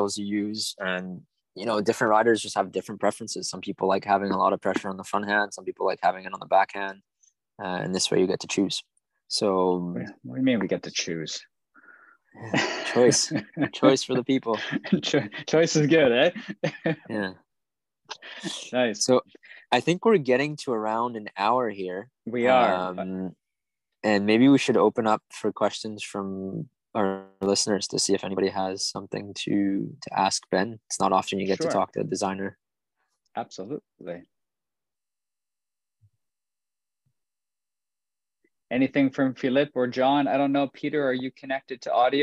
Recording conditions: video call